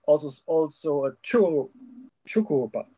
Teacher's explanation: with a harder T sound in front of the J